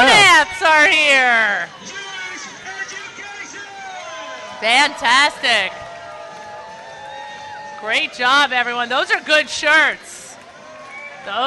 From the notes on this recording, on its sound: LIVE from NYC.